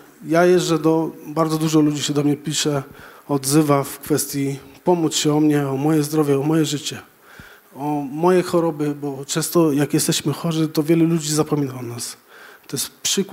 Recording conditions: large echoing room